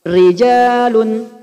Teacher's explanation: Rijal karena ro kalau kasroh tipis. Tipis itu identik dengan senyum.